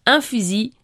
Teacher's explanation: Le fusil est le seul mot avec la même terminaison dont le L n'est prononcé par personne.